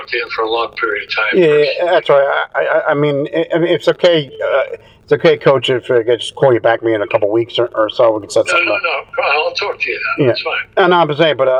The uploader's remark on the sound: This interview was done via the phone a few years back.